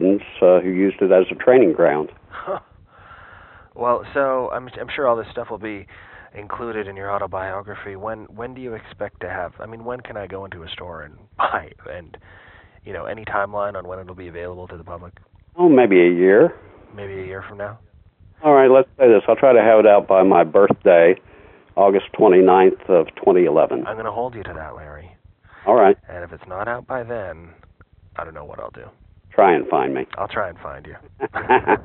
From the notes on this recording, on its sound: Apologies for the phone sound quality.